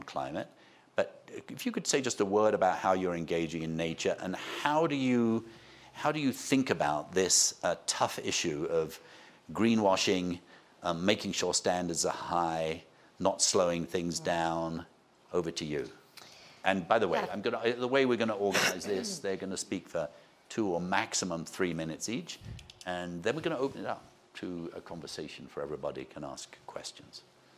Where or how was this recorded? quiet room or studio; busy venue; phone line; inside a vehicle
busy venue